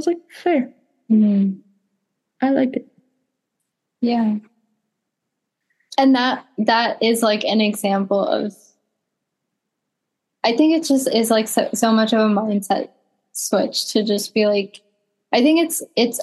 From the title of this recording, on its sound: Zoom Coffee Chats